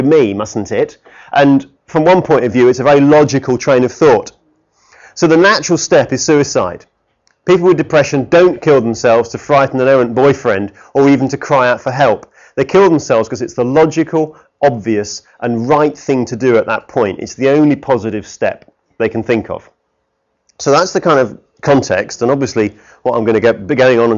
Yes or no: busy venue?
no